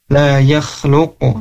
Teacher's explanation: huruf qaf di sini ketika disukunkan, ketika diwakofkan, maka harus mantul, harus kol-kolah ya. La yakhluqu, dan mantulnya ke huruf o lagi.